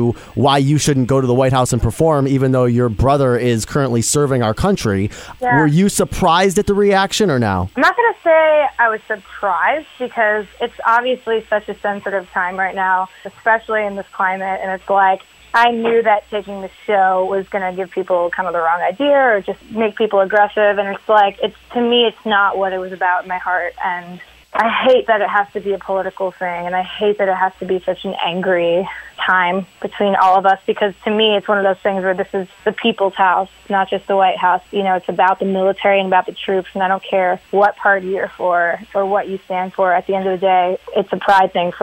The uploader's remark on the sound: Called in from our nation's capital.